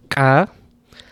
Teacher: the Georgian sound ka, which is this uvular ejective, ka. And I was talking about how it actually softens a lot.